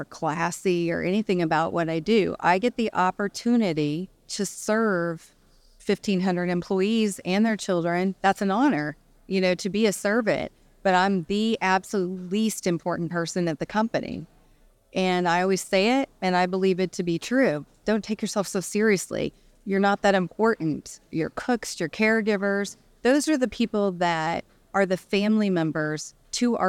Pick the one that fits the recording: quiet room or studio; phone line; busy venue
busy venue